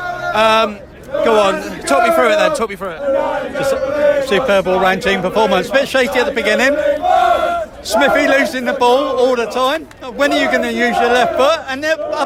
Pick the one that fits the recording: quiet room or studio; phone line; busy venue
busy venue